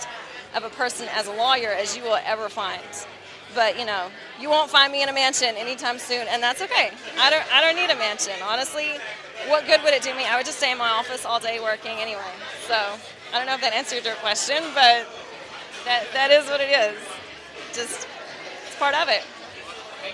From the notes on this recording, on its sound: LIVE From Dallas. This episode was recorded live at the Dallas fan meet-up. We hear from several listeners.